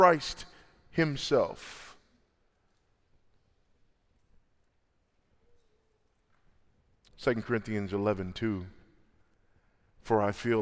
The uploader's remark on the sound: at the Founders "Militant and Triumphant: The Doctrine of the Church" national conference in Southwest Florida